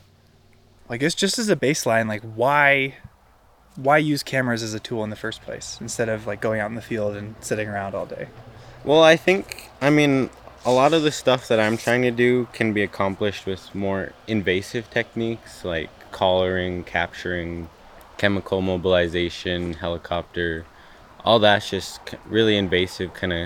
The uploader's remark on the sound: Car sounds. We are in the car. We're turning just before the road to the Two Med entrance. Going off the pavement.